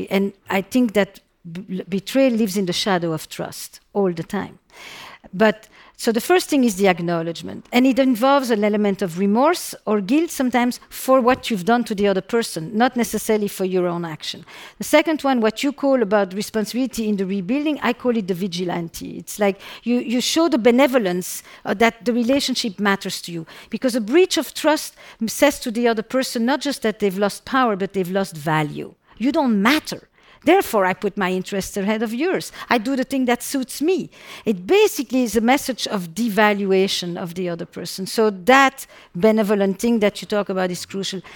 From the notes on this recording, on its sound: Recorded in front of a live audience.